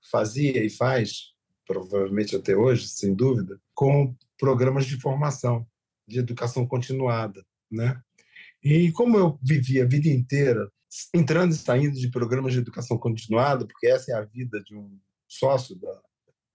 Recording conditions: video call